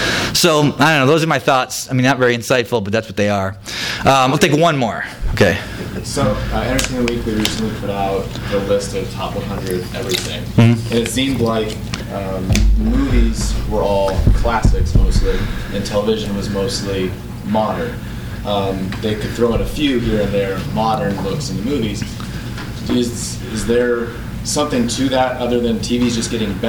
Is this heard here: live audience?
yes